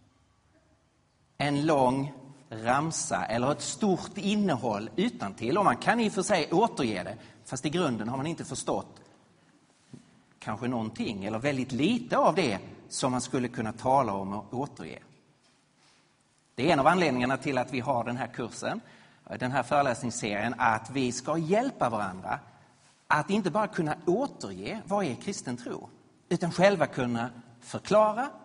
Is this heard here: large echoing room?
yes